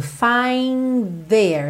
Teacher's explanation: Você nem chega a fazer o D do find. Você já vai com a linguinha lá na, na, pontinha dos dentes da frente pro there, ok?